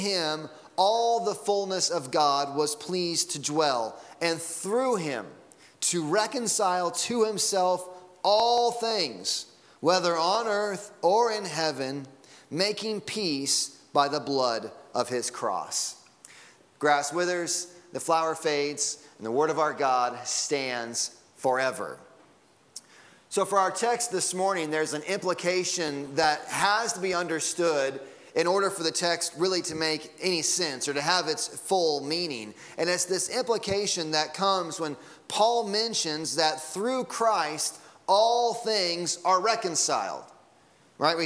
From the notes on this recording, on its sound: Sunday Morning Sermon Audio.